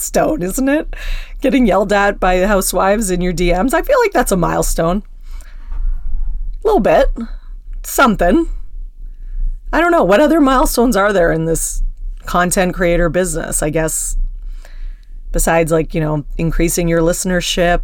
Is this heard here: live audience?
no